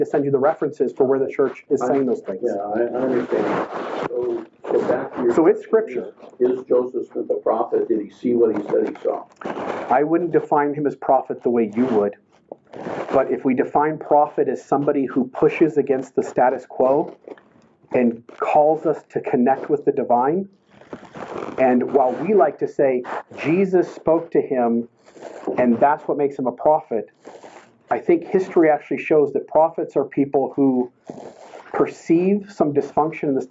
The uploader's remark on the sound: The audio quality has issues but a transcript has been included HERE to make it easier to know what is being said.